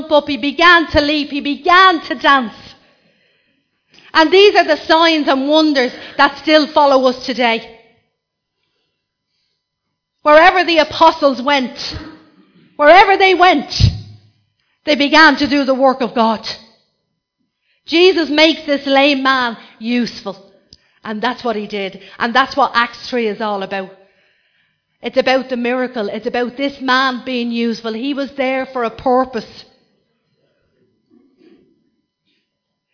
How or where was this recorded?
large echoing room